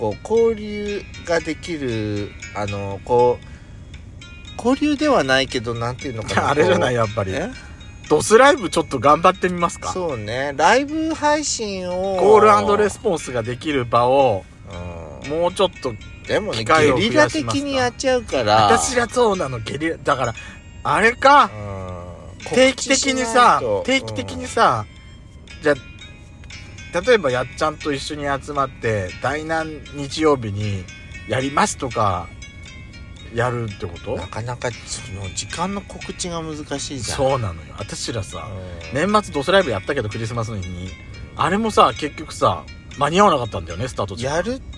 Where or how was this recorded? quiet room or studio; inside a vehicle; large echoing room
inside a vehicle